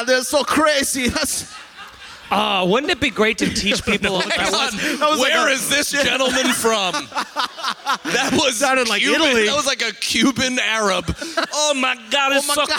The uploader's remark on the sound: We did a live podcast at the Algonquin Arts Theatre in Manasquan, New Jersey. A couple fell asleep during it. We answer questions from the audience.